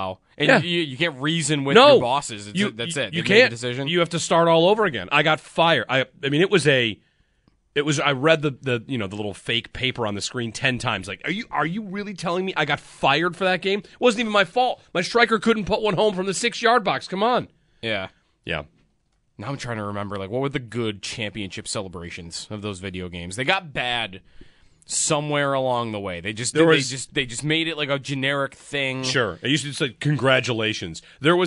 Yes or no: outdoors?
no